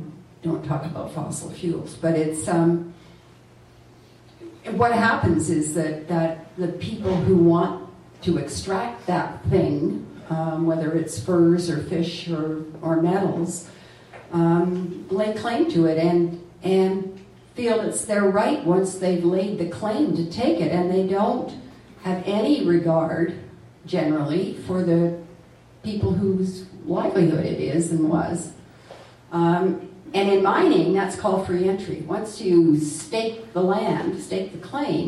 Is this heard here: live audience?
yes